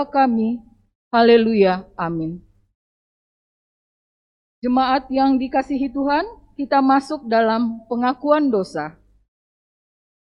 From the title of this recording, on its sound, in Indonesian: LIVE] KEBAKTIAN MINGGU XX SESUDAH PENTAKOSTA